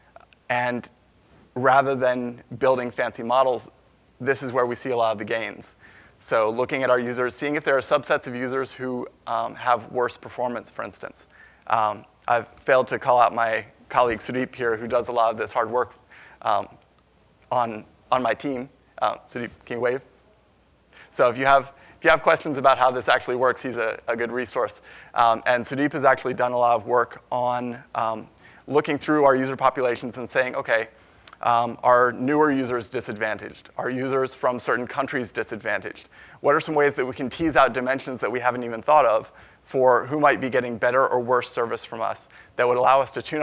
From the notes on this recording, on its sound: From the Big Data Innovation Summit in Boston in September 2016.